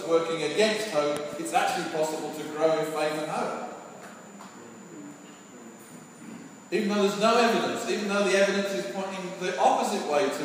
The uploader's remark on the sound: Sorry for the poor recording quality.